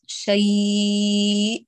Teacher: هذه لو بتعطيها أربع بإمكانك تقولي شيء أو تأتي بست حركات شيء وينبر على الهمز في الختام حتى لا يذهب حقه · Term: مد لين عارض للسكون